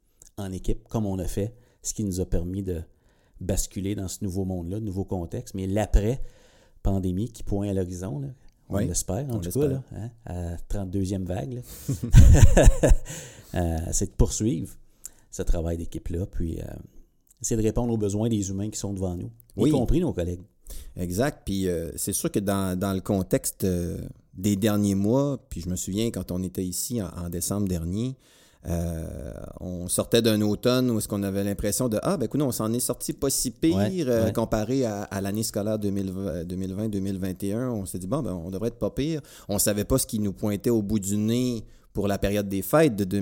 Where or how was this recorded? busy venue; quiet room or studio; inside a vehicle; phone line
quiet room or studio